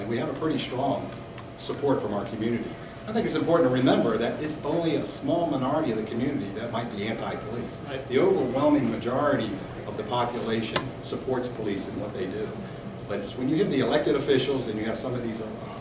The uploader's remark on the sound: On the Scene at the 16th Annual Police Officers’ CU Conference